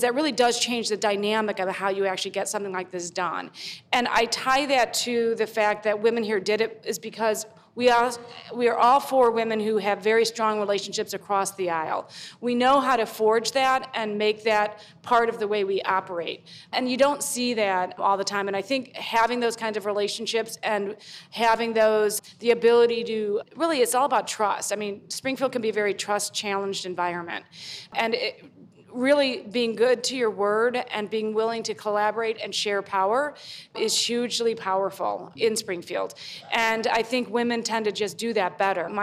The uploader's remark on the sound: The Broad Cast's first-ever live taping hosted at EvolveHer. This month’s special live taping.